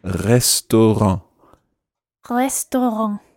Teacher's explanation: it's quite tricky to do, and it's this sort of guttural rolled R. What you can do is if you raise your tongue in your mouth as if you're going to say the letter G, as in girl, G.